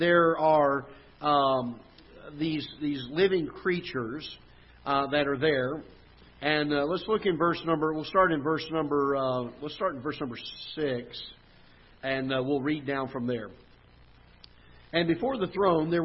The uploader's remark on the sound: Ketha Heights Baptist Church ~ Live Broadcast